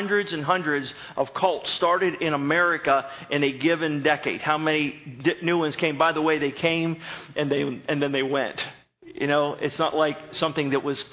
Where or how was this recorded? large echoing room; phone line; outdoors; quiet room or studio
large echoing room